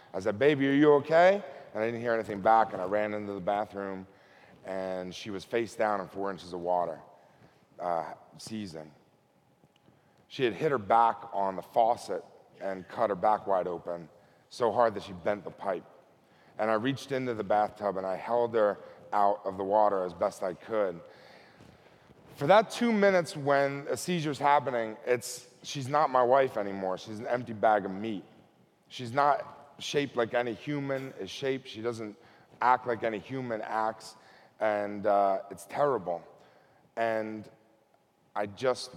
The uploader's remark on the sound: Recorded at TEDMED 2013.